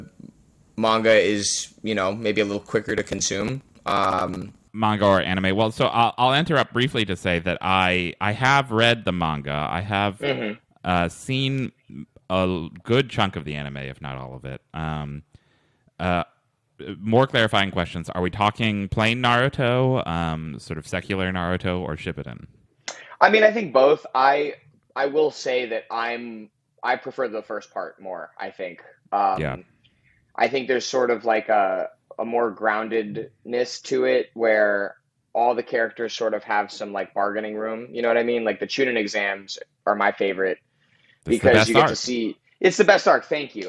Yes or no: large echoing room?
no